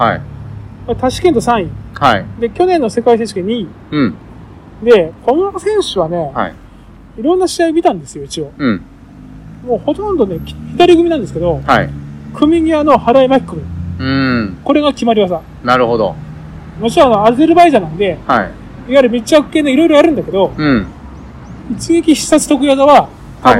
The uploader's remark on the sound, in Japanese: 外で収録したので音声悪くてごめんなさい！